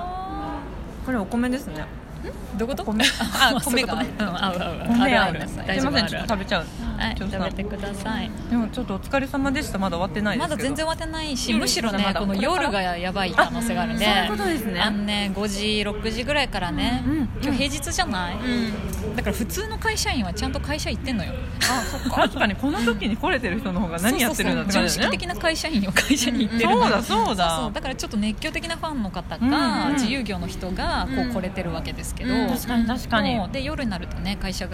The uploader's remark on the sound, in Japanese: もんで出張収録！石フェス編。From Radiotalk。